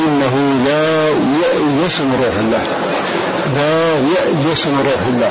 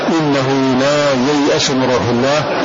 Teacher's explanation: بأن تجعل الهمزة المفتوحة في موضع الياء الساكنة، وتجعل الياء الساكنة في موضع الهمزة المفتوحة · Shown in: first take · Term: القلب المكان